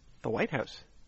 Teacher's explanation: you stressed the first word, White House